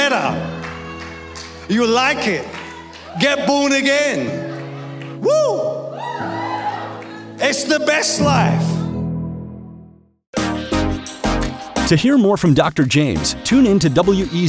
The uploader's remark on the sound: preaching at a Church in Thailand